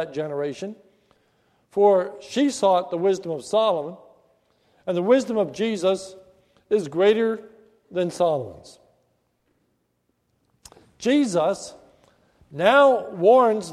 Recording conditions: large echoing room